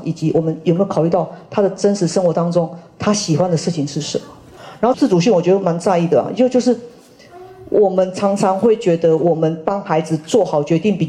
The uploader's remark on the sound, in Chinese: 人文讀書會現場錄音